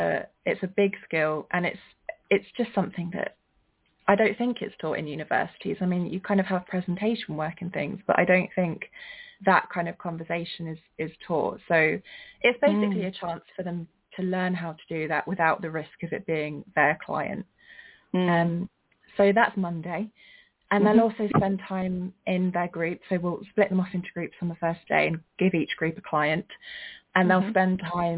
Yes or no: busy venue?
no